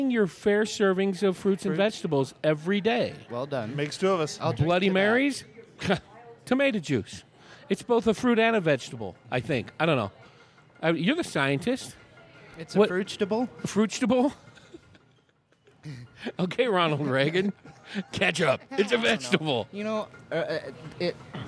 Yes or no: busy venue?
yes